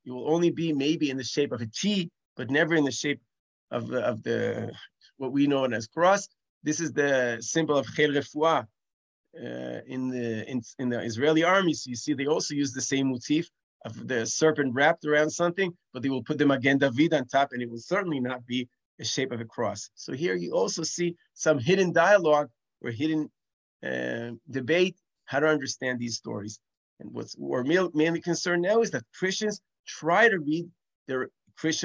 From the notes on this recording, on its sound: This audio was originally captured from Zoom on 04/24/2023